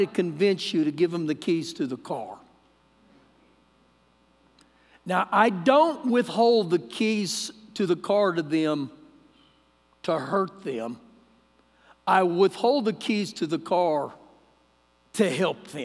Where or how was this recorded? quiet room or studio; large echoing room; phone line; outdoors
large echoing room